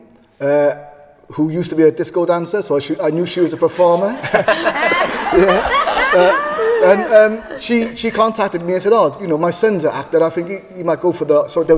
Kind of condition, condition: setting, live audience